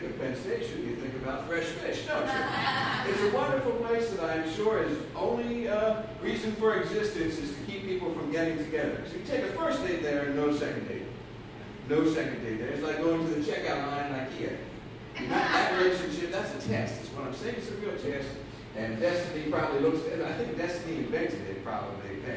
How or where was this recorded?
live audience